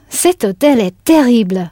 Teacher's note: the stress is at the end of hôtel and at the end of terrible